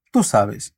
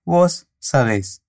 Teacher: Y para hacerlo en voz, solo añadimos una tilde y cambiamos la sílaba fuerte para el final de la palabra · Shown in: second take